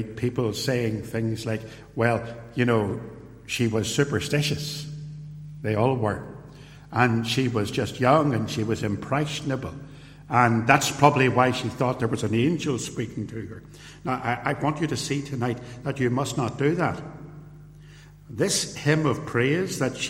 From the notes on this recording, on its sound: This sermon was preached at Ballymacashon and at Templepatrick reformed Church and was recorded at TRC.